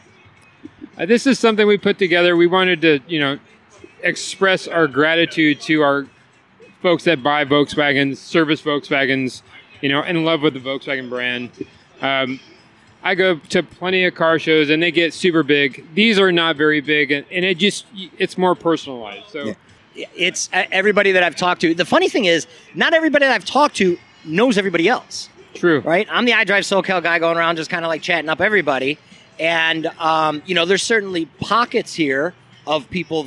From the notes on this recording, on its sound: Oktoberfest Car Show – SoCal’s Annual Volkswagen. This on-site podcast recorded live during the event. In Ontario, CA. Obviously as you can hear by the background noise, this is a…live podcast is a complete oxymoron, right?